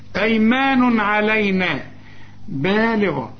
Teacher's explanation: يتقولش أيمن رسم لي ألف بعد الميم عشان تقول أيمان، أيمان تنوين وبعد عين، العين من حروف الإظهار ما تغنش